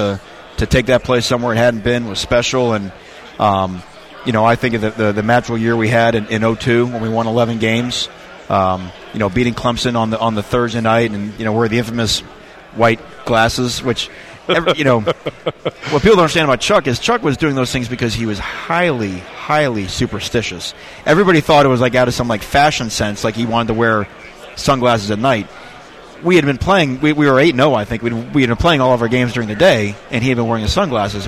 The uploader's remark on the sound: Day 2 of ACC Kickoff live from Charlotte.